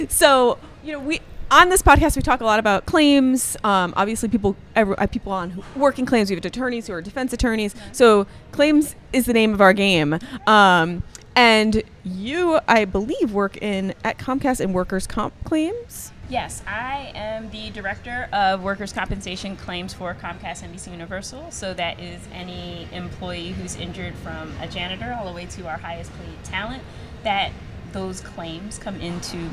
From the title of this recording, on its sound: Live from ClaimsXChange